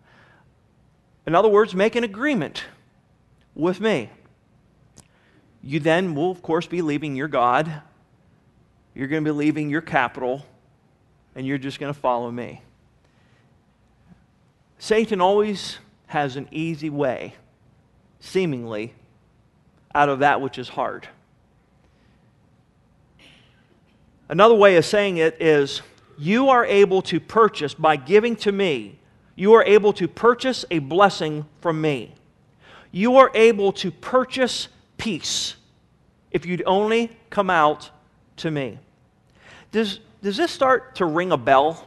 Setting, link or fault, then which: setting, large echoing room